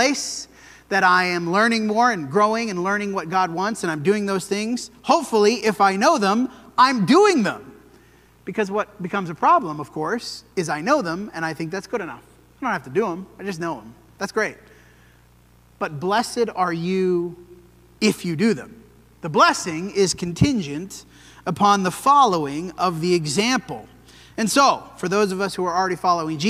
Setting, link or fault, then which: setting, large echoing room